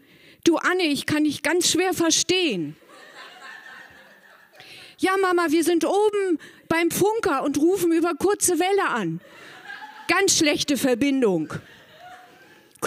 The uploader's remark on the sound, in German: Ein Beitrag von der „texte von gestern“-Liveshow am 13.10.2018 im kukoon Kulturkombinat, Bremen. Heißen Dank an das kukoon, unser tolles Publikum.